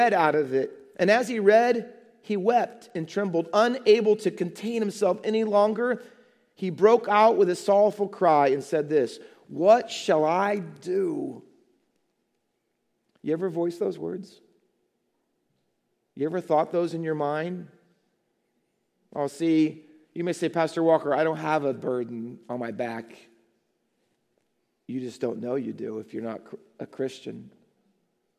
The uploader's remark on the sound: Faith Baptist Church in Hamilton, NJ.